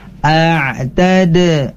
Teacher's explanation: Kemudian ada dal, ini pun juga harus mantul. A'tade. Itu adalah qalqalah.